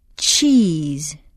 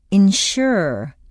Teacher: The invisible t before the ch blocks the air momentarily before the rest of the sound comes out. With the sh, the air flows freely. · Shown in: second take